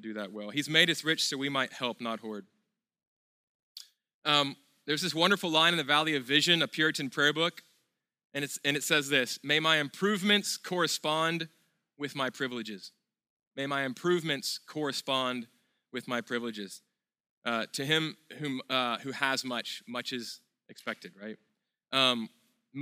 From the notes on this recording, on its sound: at Sojourn Galleria Church